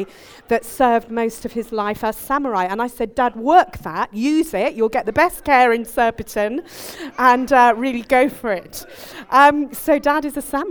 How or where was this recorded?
live audience